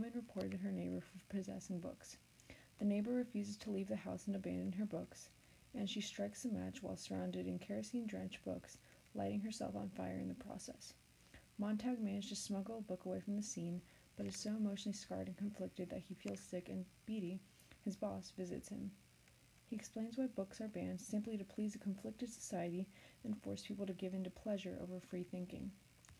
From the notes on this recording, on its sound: the buzzing noise isn't swag but I have no clue what it was probably just bad quality mic